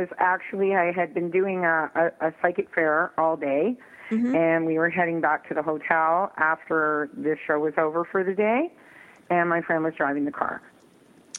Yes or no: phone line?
yes